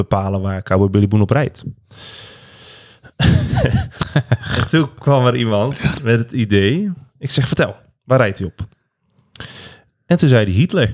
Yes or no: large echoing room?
no